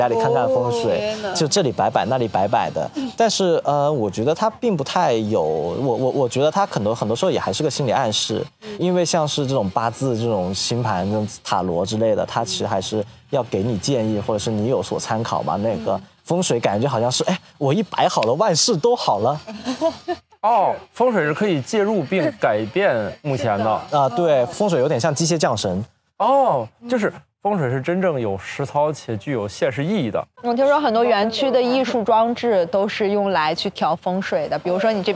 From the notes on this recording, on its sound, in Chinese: 深夜谈谈播客网络举办的首届「声量The Power of Voice」大型播客线下派对上。面对音轨对不齐、部分声音丢失等不可抗力。